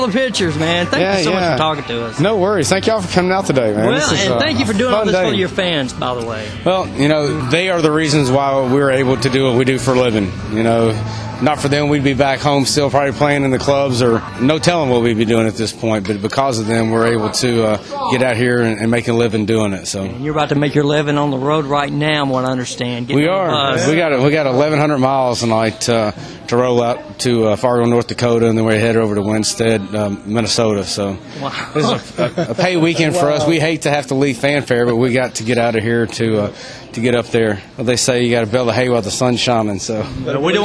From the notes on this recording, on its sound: During the CMA Music Festival 2011, Concert Blast conducted various interviews at various events. CMA Music Fest 2011 Interviews and More Events – Nashville, TN.